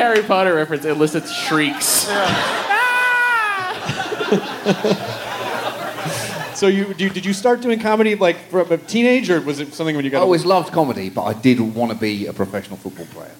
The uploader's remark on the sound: Recorded in front of a live audience at SxSW on 3.14